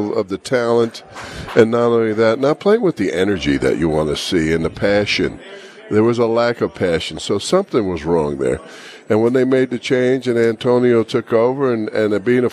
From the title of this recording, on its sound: Live from the Super Book at the Westgate Las Vegas